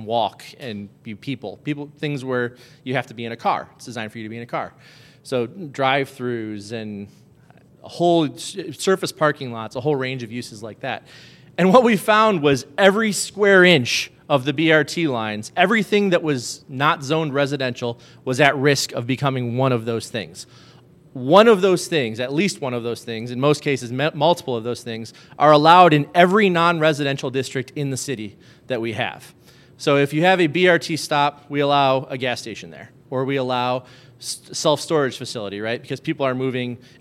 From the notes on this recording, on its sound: This is a live podcast from Strong Indy's first 'Fireside Chat' at the Tube Factory Artspace.